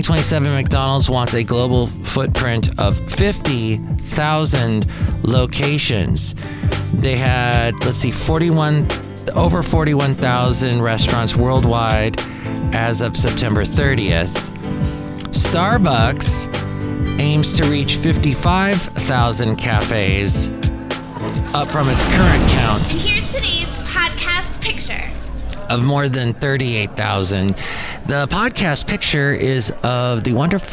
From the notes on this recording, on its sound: Podcasts live from Café Anyway.